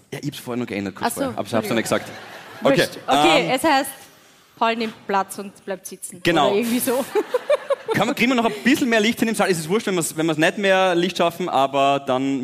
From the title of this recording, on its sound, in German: Hawi D'Ehre LIVE - GLOBE WIEN